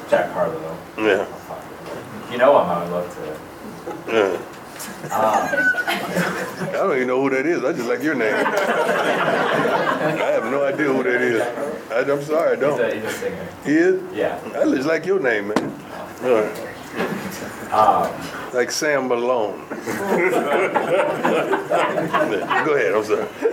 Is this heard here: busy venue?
yes